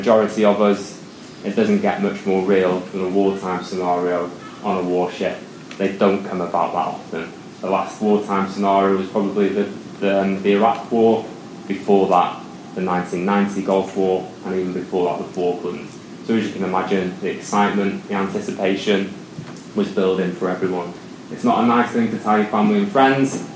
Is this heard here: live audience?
yes